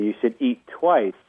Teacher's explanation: on paper, there's two T's, but when we say it, there's only one. Your tongue never leaves the top of your mouth. · Term: telegraphing the T's